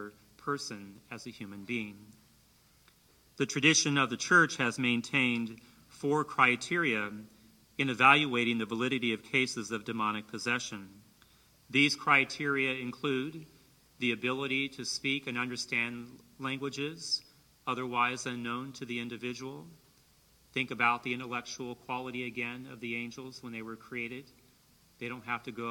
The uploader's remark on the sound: in Maas Auditorium at Hope College as part of the Saint Benedict Institute Speaker Series